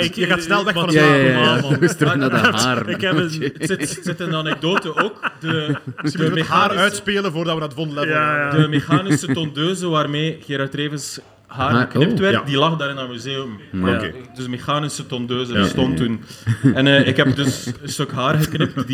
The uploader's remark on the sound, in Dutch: LIVE op Shtick Fest in Comedy Club Haug in Rotterdam